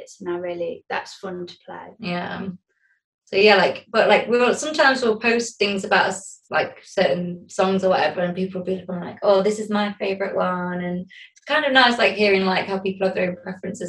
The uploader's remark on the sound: Recorded on May 26th on Zoom.